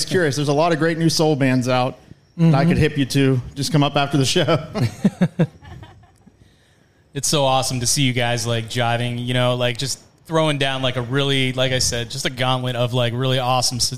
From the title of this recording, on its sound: Live from the Love Local Courtyard Concert Series